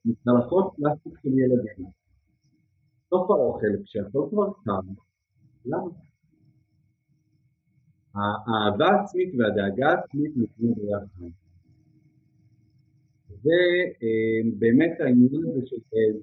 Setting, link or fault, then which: fault, poor sound quality